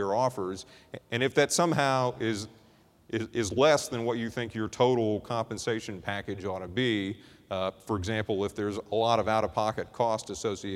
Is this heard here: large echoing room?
yes